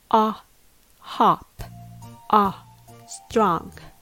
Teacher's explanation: Notice hop and strong has the same ah sound.